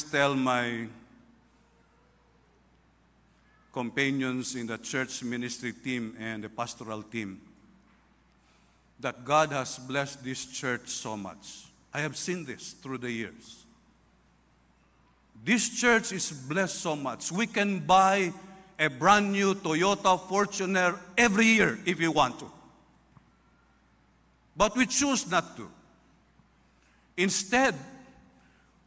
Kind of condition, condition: setting, large echoing room